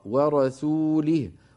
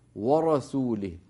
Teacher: رقق الواو فخم الراء · Shown in: first take · ورسوله ولا تقل ورسوله ورا فتفخم الواو بسبب مجاورتها للراء المفخمة.